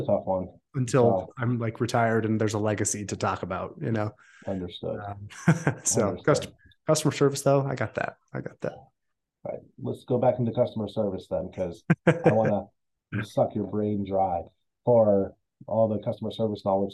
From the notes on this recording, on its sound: Zooms in to the Studio